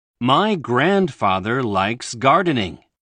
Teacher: like の最後の音は k と無声音なので、s は同じ無声音である s と発音します